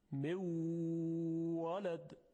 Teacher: ادغامش ناقصه، چون نون وقتی میخواد ادغام شه در واو غنش باقی میمونه